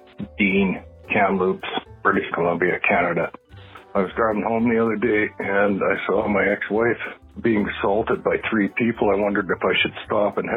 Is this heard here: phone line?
yes